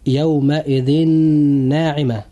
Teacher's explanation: الكلمة الأولى تنتهي بالتنوين، وقد جاء بعدها حرف الإدغام النون، وإذا جاء حرف الإدغام النون بعد التنوين كما في المثال، فيحدث في هذا المثال إدغام بغنة، فننطق هذه الكلمة هكذا: يومئذ ناعمة.